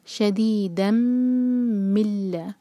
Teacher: ب سنش، شدیدم، ش ایک حرکہ، دی مد طبعی دو حرکہ، شدی آگے ہے دال پر فتح تعین، اگین سلائڈنگ تنوین، اس کے بعد میم ہے تو ہم دال کو میم سے جوڑیں گے. شدیدم، اور میم پر شدہ ہے تو یہاں ہمیں غنہ کرنا ہے